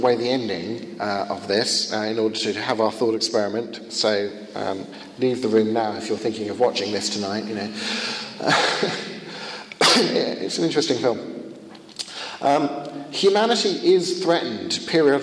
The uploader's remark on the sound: Conducted at a Finnish conference on the problem of evil.